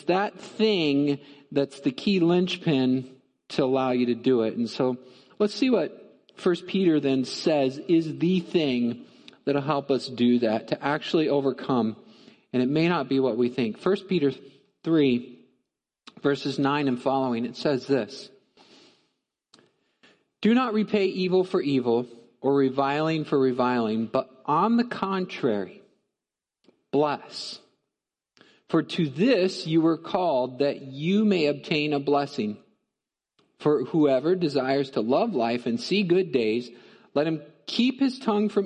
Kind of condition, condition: setting, large echoing room